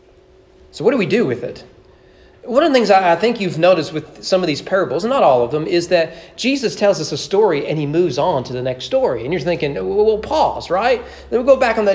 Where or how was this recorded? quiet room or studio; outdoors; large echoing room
large echoing room